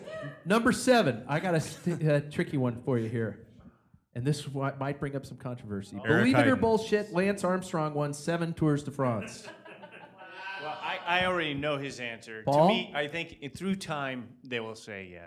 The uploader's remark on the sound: Live from River City Brewing's Tap Room (insert sad face) for the last time.